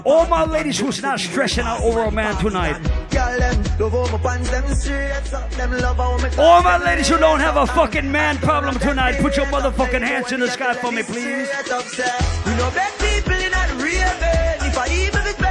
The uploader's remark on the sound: Live audio recording of my birthday bash